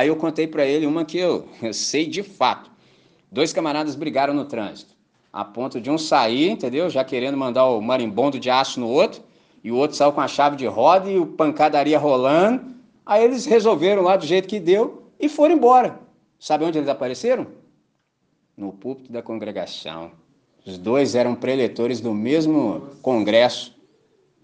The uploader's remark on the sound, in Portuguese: Gravado em 14 de Maio de 2023 na celebração dominical em Candelaria, Volta Redonda, RJ.